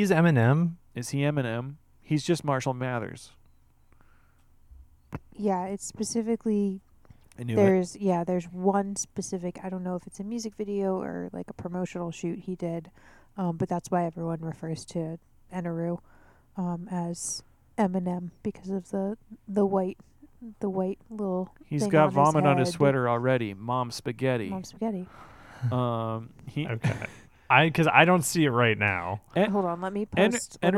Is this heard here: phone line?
no